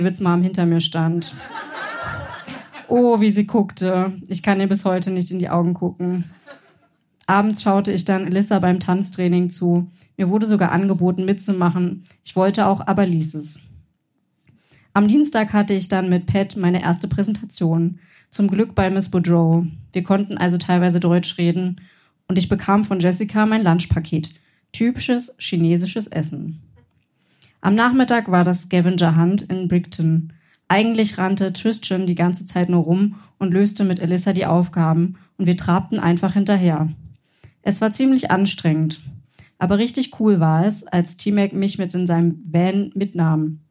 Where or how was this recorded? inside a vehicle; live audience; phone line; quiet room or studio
live audience